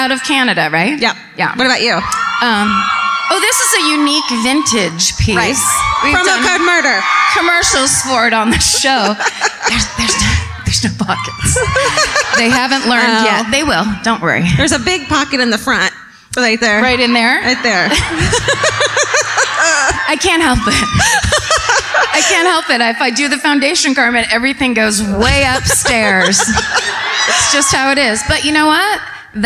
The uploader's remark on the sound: Live at My Favorite Weekend in Santa Barbara. At the Arlington Theatre.